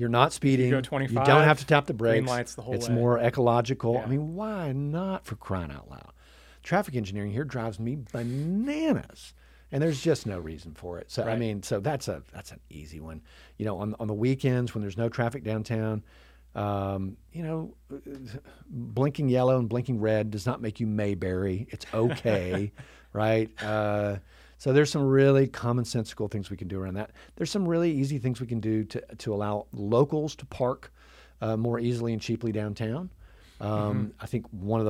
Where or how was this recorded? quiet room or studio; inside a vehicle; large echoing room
quiet room or studio